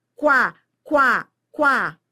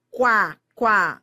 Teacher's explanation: Esse U com A, quá, formam um ditongo crescente. Você vai da semivogal U para vogal A.